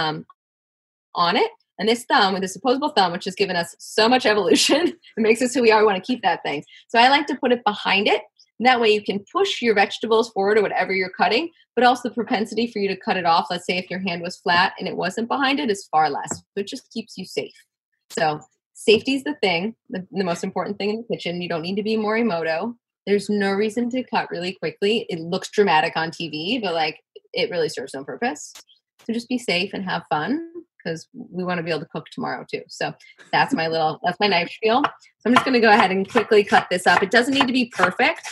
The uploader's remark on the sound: This bonus episode is adapted from a live (virtual) conversation and cooking demonstration. The conversation was broadcast live for Cap Times members.